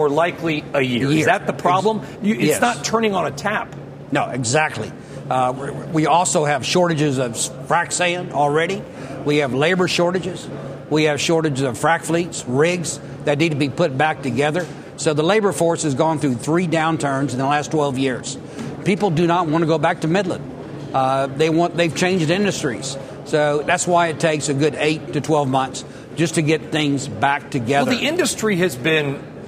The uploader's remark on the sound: live from the most important oil conference in the world – CERA week